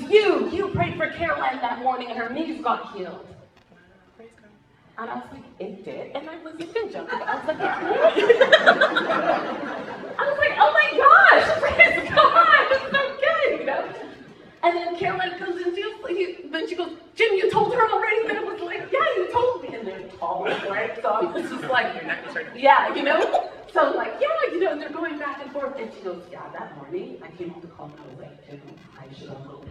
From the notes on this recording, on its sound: Please excuse the quality of sound recording — we had some mic trouble.